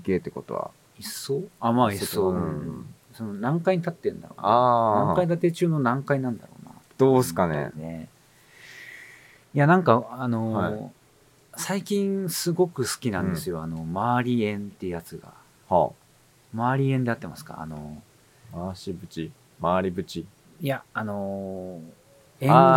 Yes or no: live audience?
no